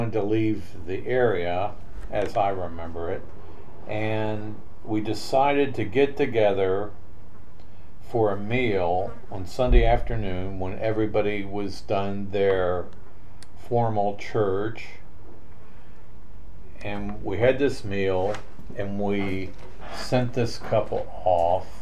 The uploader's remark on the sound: We are still new to recording a podcast so you may notice uneven sound, and background noise [Including a fly].